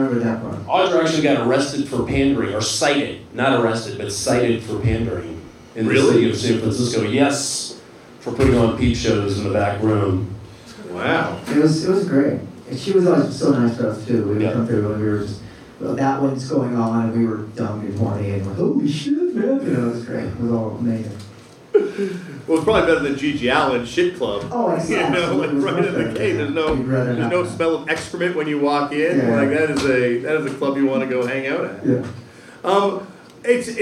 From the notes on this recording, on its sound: TURNED OUT A PUNK LIVE AT 77' FEST. LIVE IN MONTREAL FOR 77' FEST!